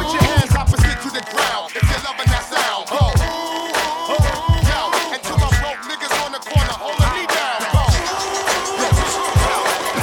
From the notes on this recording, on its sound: Live at Yo!Mama at Les Vedettes Café Culturel (HipHop DJ Set).